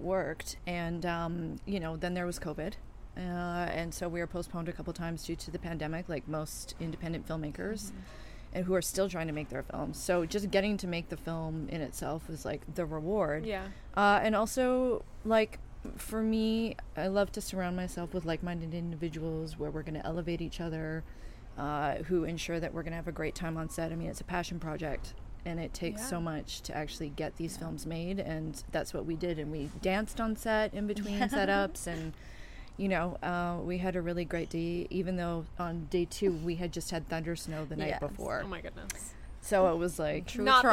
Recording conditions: busy venue